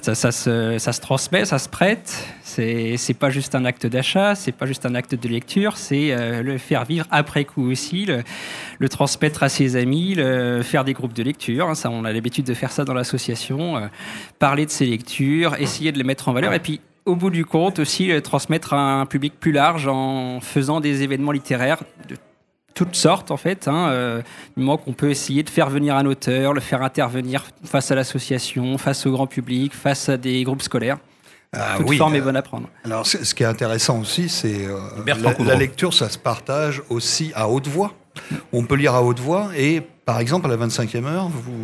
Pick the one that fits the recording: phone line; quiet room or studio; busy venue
busy venue